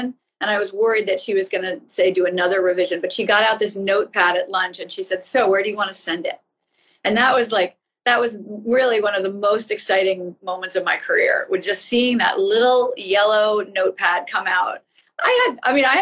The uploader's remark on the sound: which I did via Instagram Live in conjunction with the Montclair Literary Festival